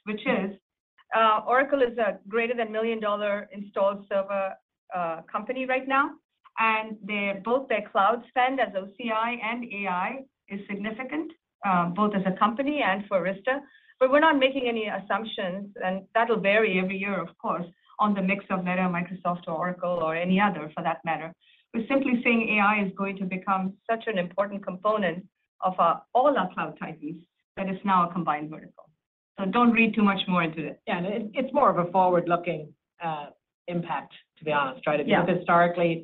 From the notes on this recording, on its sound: Q3 2023 Earnings Conference Call & Webcast of Arista Networks, Inc.